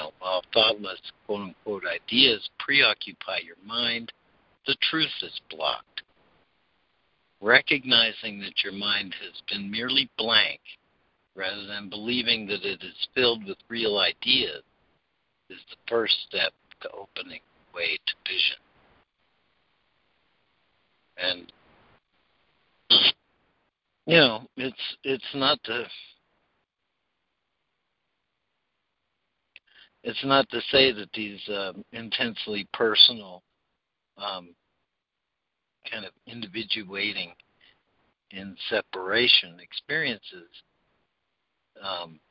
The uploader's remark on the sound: ACIM Daily Conference Call.